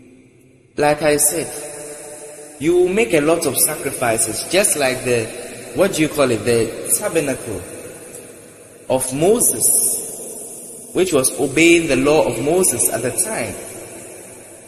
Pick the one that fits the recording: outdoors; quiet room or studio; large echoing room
large echoing room